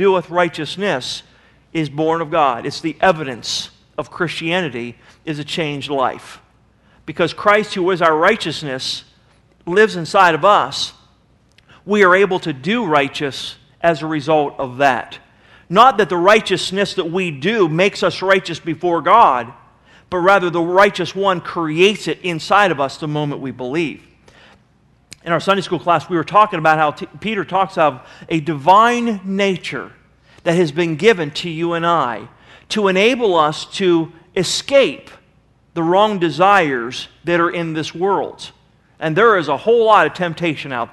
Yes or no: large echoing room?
yes